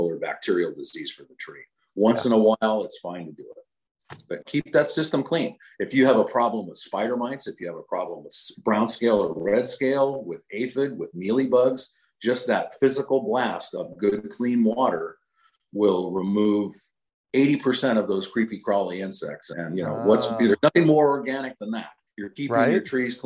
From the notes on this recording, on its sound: As we chat with our zoom audience. Live Zoom webinars focusing on fruit tree care.